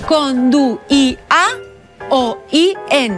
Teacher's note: La diéresi en la I intervocàlica indica que la I és una vocal i que per tant es llig en una síl·laba diferent